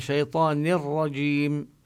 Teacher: ننتقل من النون المكسورة إلى تشديد الراء · Term: الإدغام بلا غنة